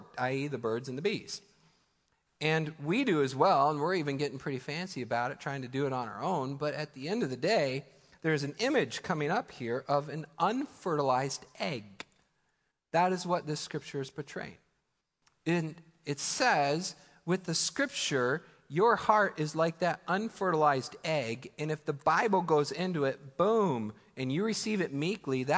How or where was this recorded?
large echoing room